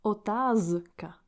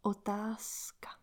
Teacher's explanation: So for example, we don't pronounce otázka. The Z, Z sound, voiced sound, will become S, voiceless sound. · Shown in: second take · So we pronounce otázka.